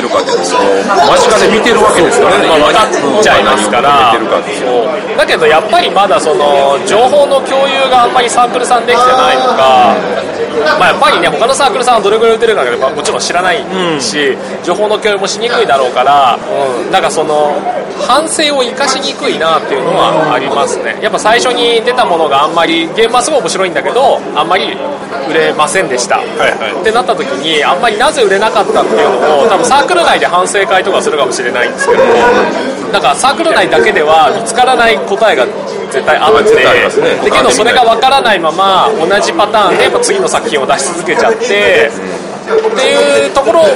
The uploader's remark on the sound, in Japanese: 秋葉原のカフェで録音